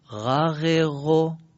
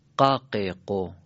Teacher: غین رو باید چجوری بگیم؟ بله، نرم، سست و نرم باید بگیم. قاف چجوری باید بگیم؟ سفت و سخت، محکم بگیم.